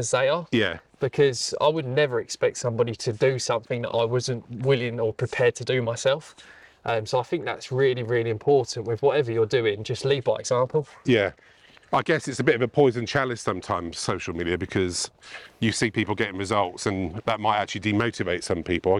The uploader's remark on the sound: Recorded at Mote Park, Maidstone, Kent